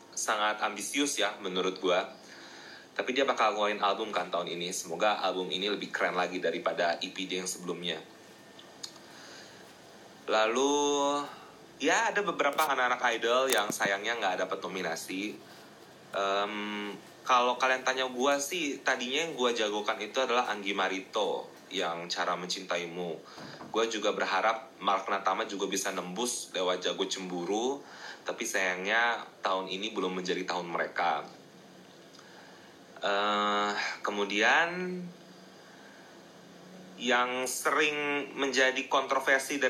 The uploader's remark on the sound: Instagram Live Session